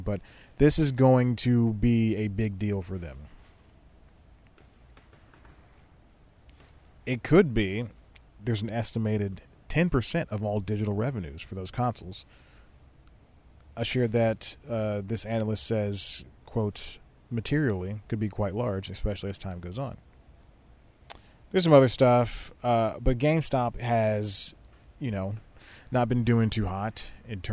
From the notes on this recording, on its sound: Sits in the back of his car. Shoots an entire show on his phone that only falls nine times.